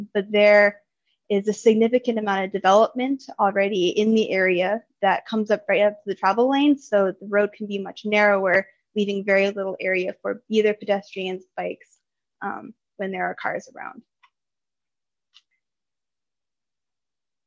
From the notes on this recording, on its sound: Holmes Point Street Standards Zoom Engagement Session.